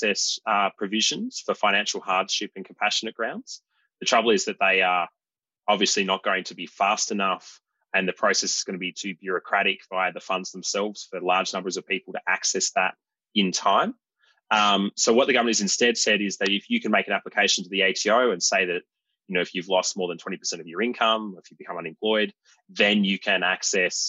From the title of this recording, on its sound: Webinar recording